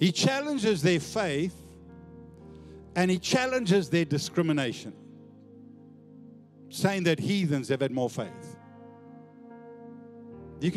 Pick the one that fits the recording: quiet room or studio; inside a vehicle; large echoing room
large echoing room